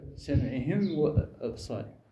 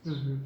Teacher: الشفوي هنا نسبة للشفتين، لأن الميم مخرجها من بين الشفتين · Term: الإظهار الشفوي